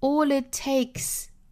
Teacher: all 和后面的 it 做连读同化，这属于一个舌侧音的一个 dark l 变成 lightl